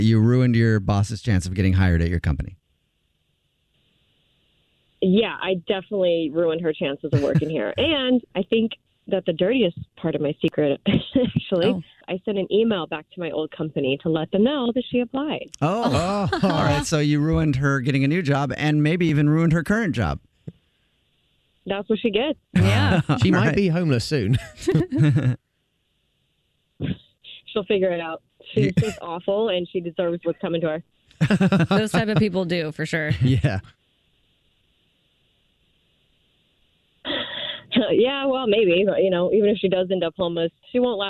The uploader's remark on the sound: A Phone Prank